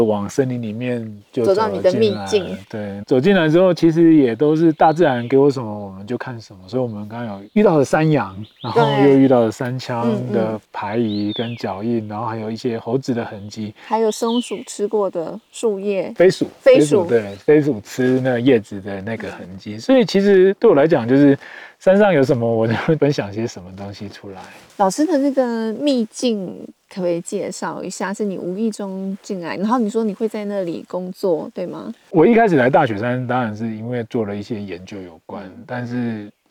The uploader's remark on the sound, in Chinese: 本集非常特別，我們來到山林中錄音。在戶外席地而坐。